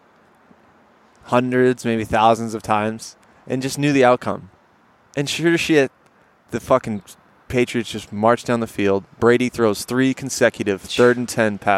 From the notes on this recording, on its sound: Live from another Greenfields bench